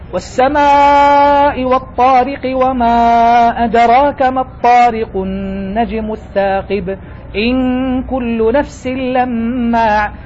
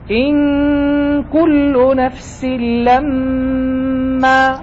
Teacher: مقدار الغنات ترى أنه أصبح أقل مما لو قرأ إنسان بترتيب · Shown in: first take